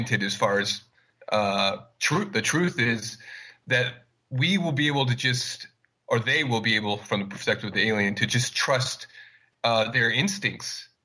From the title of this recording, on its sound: Sunday Call In Show